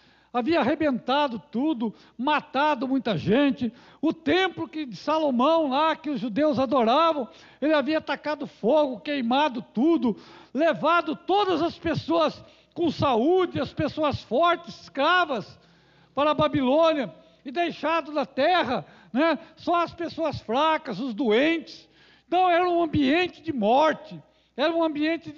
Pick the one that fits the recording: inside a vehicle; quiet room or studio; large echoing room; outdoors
large echoing room